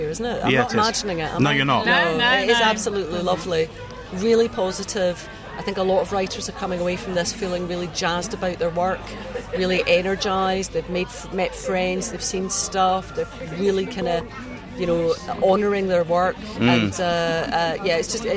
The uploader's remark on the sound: Harrogate Crime Festival ’22 Special. The Hobcast Book Show comes from the world's biggest crime writing festival, the Theakstons Old Peculier Crime Festival set in the grounds of the Old Swan Hotel in Harrogate. Back to full capacity for 2022, the event was a huge success.